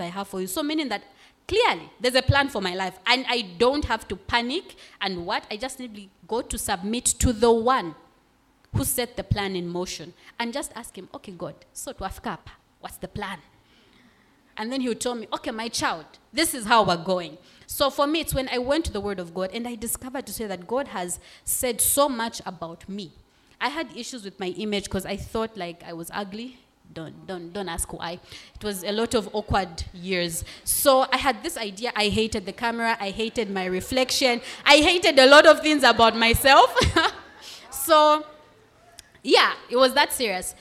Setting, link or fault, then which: setting, live audience